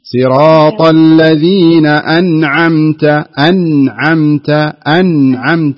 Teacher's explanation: صراط الذين أنعمت هي صحيح أنها ساكنة، لكن لا يعني السكون هذا أنك تضغطين عليها زيادة بحيث يكون شيء فيها من القلقلة